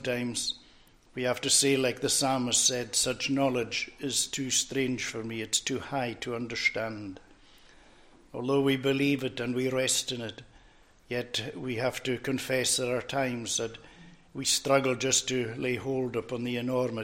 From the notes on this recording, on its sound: recorded at North Harris Free Church on the morning of Sunday, 7th January 2024